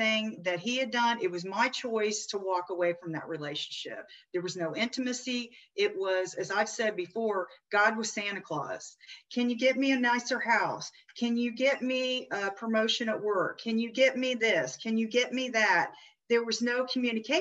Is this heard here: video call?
yes